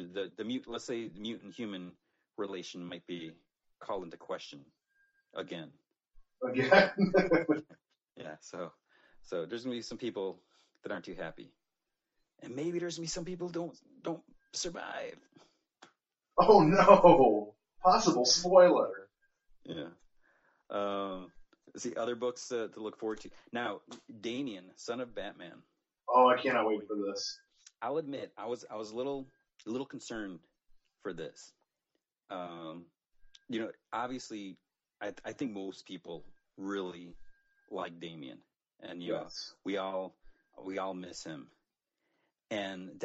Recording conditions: poor sound quality